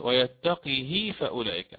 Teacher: فيكسر القاف ويأتي بالصلة حينها